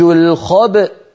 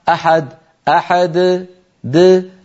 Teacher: هنا نخرج الباء المقلقلة بالتباعد بين طرفي عضو النطق بين الشفتين يعني، ونجعل الوترين الصوتيين في الحنجرة ينضمان ويصطدما حتى تخرج الهمزة الساكنة التي هي في الوصل همزة مفتوحة الخبأ.